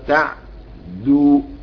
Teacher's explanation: تشديد الدال وتسكين العين والتقاء ساكنين